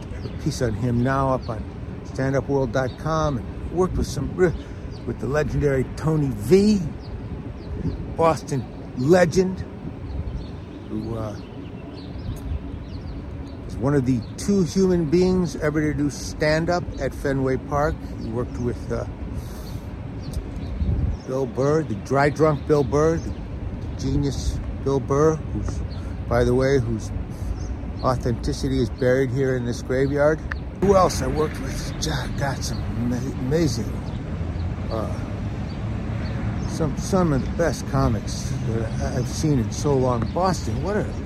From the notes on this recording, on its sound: A great episode from the streets and comedy clubs of Boston.